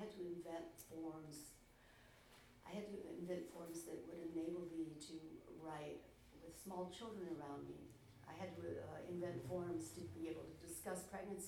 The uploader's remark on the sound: This podcast is a recording of the 2015 StAnza International Poetry Festival Round Table event